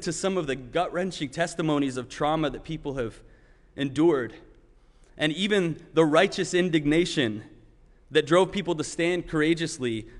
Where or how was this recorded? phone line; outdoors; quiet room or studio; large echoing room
large echoing room